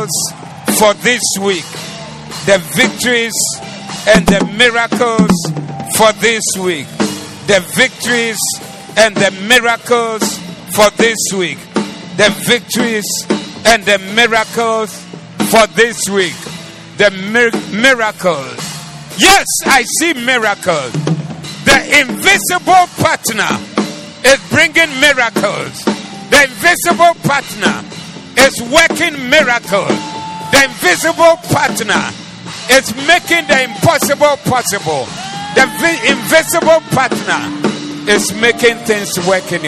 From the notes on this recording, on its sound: Preached at The Doxa Service